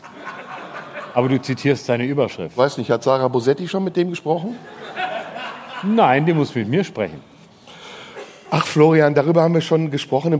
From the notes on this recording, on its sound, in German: Live im Tipi. Vor Publikum im Tipi am Kanzleramt. Dabei spielt die glühende Hitze im Zelt eine Rolle.